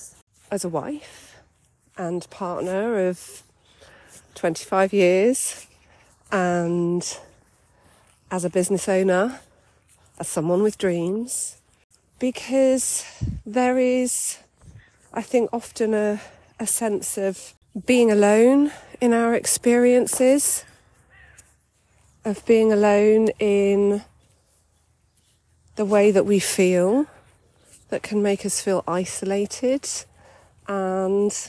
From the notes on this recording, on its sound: I recorded this little introductory episode whilst on a walk, on my birthday, with my dog!